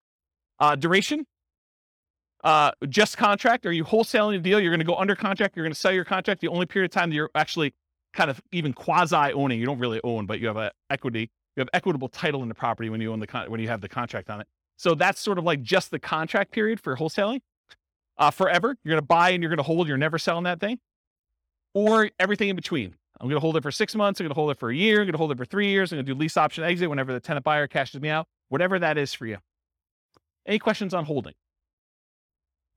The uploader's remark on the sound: This was a live class recorded to give investors a solid qualitative overview of all the different real estate investing strategies. In-person version.